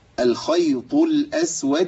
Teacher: امنع النفس خالص في الطاء، لان الطاء لا نفس فيها، والا تبقى تحولت على طول لمخرج ايه اللي فيه همس التاء.